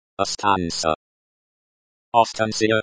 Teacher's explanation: the stress is on the second syllable, stan. The s at the end is soft.